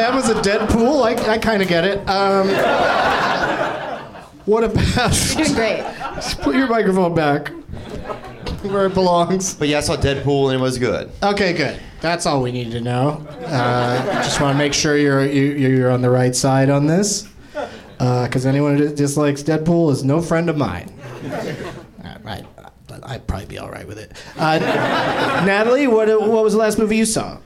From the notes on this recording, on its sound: Live from the NerdMelt Showroom in LA